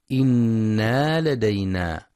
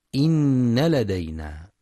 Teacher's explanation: وفي قوله جل وعلا: إن لدينا أنكالا وجحيما، يخطئ من يقرأ بزيادة ألف بعد النون إنا لدينا، والصواب نون مشددة مفتوحة فقط · Shown in: second take